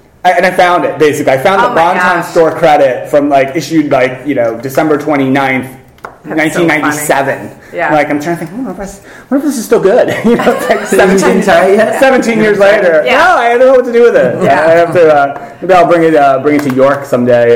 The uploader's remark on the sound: LIVE from Cornerstone Convergence 2015. Live at the Cornerstone Convergence 2015 Conference in Los Angeles.